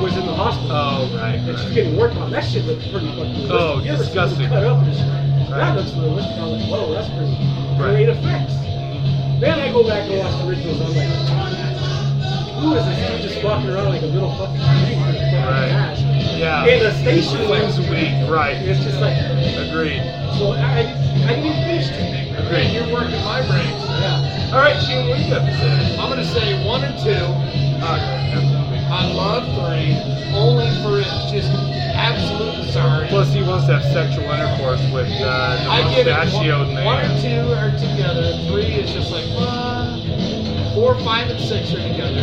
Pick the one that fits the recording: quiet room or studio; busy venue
busy venue